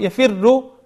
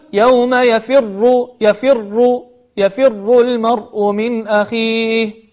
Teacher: الفاء مكسورة وبعدها راء مشددة مضمومة، فالراء هنا مفخمة · Shown in: second take · وليس كما يقول البعض يفر، هذا خطأ.